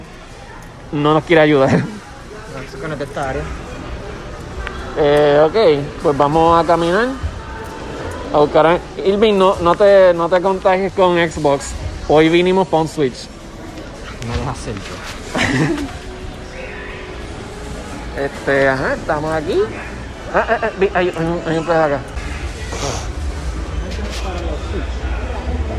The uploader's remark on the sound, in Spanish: Grabamos un episodio especial en el walmart de Caguas.